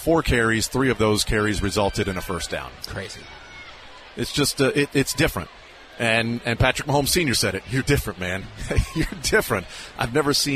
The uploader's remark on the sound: Live from Super Bowl Parade Route. Taking a field trip to the Chiefs Championship parade.